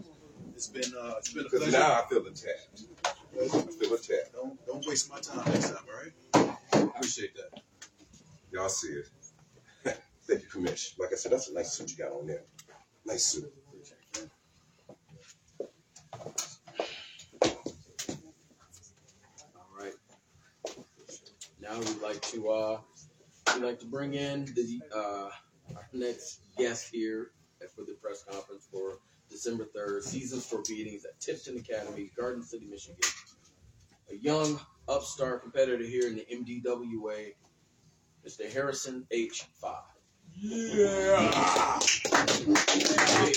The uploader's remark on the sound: The WHIP Show Podcast was at the Missile Dropkick Wrestling Association Press Conference in Garden City Michigan